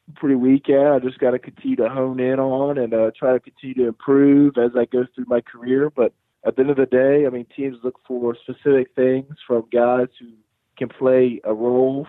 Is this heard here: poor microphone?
no